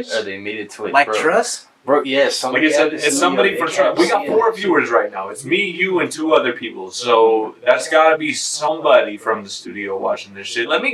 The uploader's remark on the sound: Every audio issue imaginable. Definitely worth the watch/listen EVEN with the audio problems they encountered.